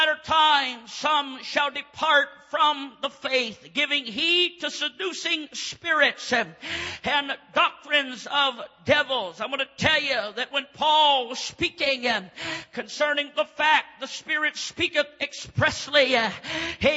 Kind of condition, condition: setting, large echoing room